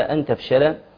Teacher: الشين حضرتك كما تعلم حرف مستفل تمام ويترتب عليه الترقيق